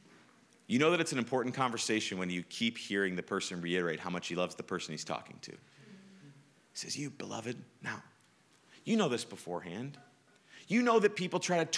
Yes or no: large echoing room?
yes